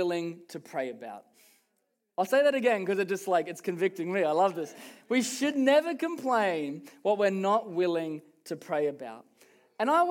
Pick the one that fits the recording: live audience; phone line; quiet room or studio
live audience